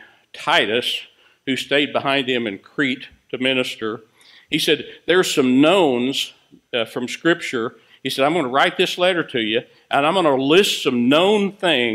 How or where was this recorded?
large echoing room